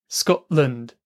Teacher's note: It's the same thing happening here, that glottal stop. But also notice you cannot really hear the T sound. It's not Scotland, it's Scotland.